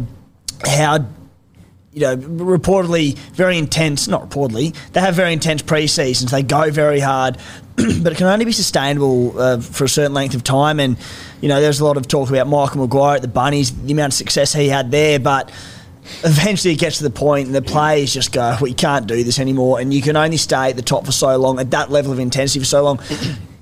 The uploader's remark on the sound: Our review of the Sharks V Cowboys game with our live audience.